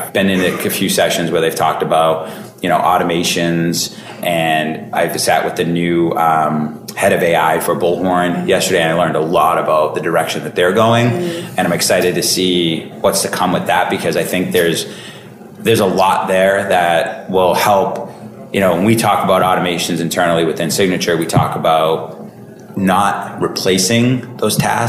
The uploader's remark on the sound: recorded at this year’s [Bullhorn Engage]